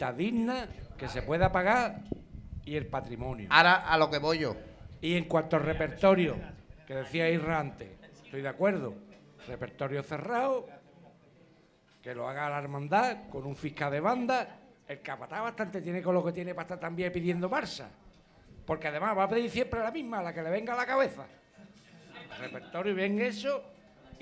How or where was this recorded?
busy venue